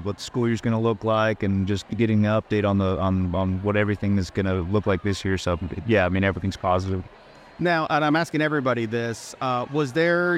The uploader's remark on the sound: Recently held a live recording at the Thank-a-Teacher Celebration event, Sponsored by Sam's Furniture. The event, which was attended by over 1,500 teachers, was a celebration of educators and their impact on the community.